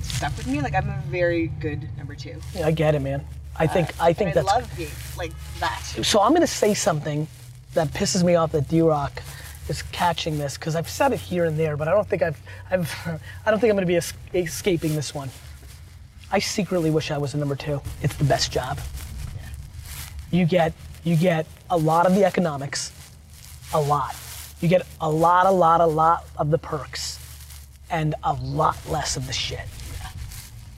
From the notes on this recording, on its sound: Car Ride Conversation. Takes a ride with me to have our meeting.